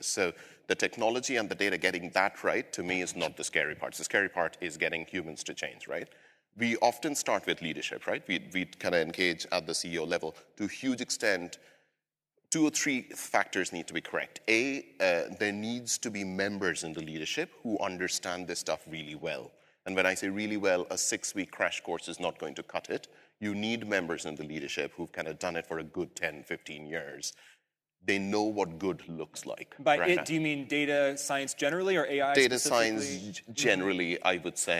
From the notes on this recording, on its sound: LIVE at the Marketing AI Conference. On the main stage of the Marketing Artificial Intelligence Conference. Recorded live in Cleveland, OH.